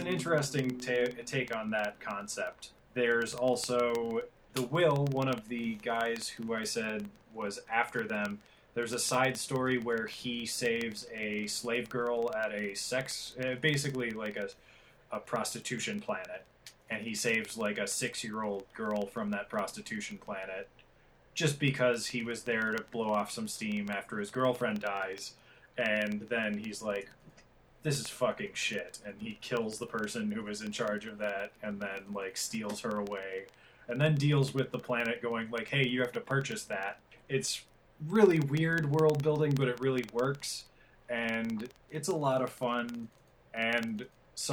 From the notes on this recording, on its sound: realized the sound quality issue, and found there was nothing he could do about it.